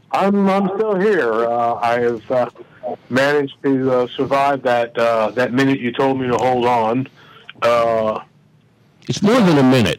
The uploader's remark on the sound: our listeners will call in and express their thoughts and opinions